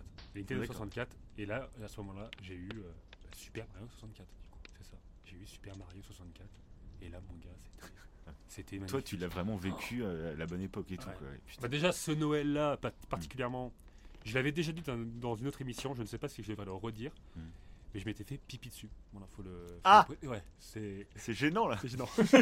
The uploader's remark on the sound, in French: On enregistre dans un refuge en pleine montagne. Cet enregistrement est dans un refuge au coeur de la montagne.